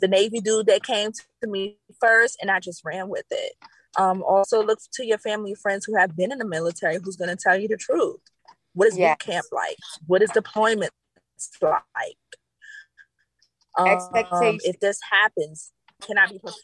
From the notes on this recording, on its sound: Despite the “Social Distancing” via zoom.